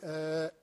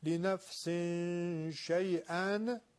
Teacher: تنوین لنفسن به شین رسیده، اخفا میشه، بوی شینم میاد